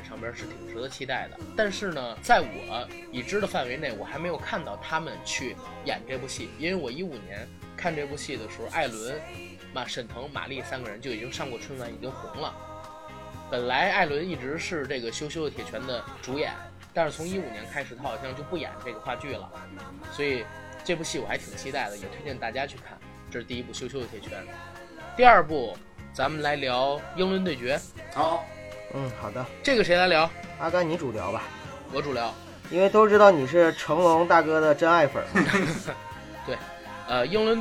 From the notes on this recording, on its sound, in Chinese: 节目剪辑本次不是主播团队，大致背景音乐较大。